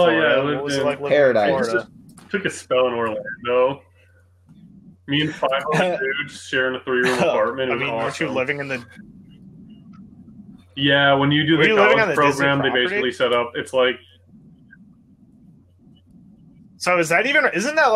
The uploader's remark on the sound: The Terrible Audio Episode. Dumping old live episodes.